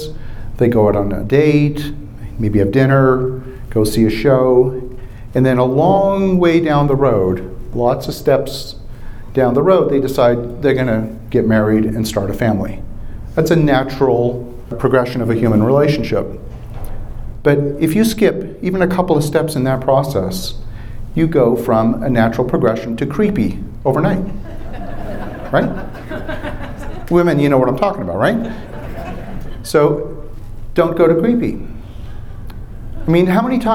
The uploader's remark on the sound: Live From the Raising Money Summit